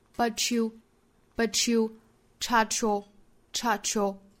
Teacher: but you, but 跟 you 之间的同化，还有一个呢是 chart 跟 your 之间的同化。But you, chart your, chart your, 两个都是 t.和 y 的同化音读成 ch 的发音